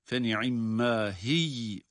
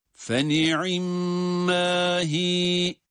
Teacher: ya'nın okunması halinde sakin olarak okunduğu için kendisinden önceki esri harekeyi uzattırır · Shown in: second take · Dolayısıyla meddi tabii olarak okunur.